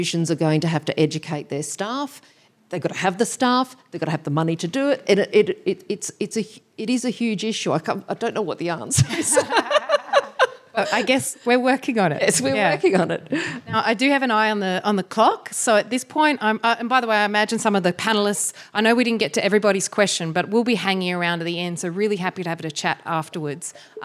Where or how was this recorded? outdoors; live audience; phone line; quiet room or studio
live audience